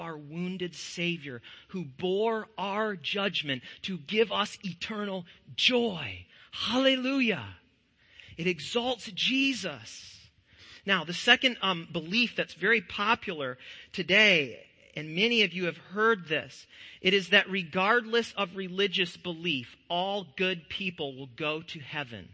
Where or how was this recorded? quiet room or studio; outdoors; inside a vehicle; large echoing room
large echoing room